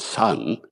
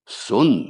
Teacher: Nice rounded vowel. Very northern, that, isn't it? · Shown in: second take